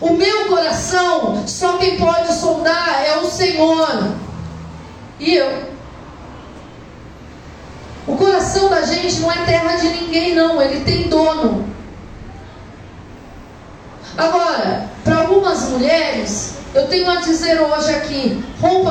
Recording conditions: large echoing room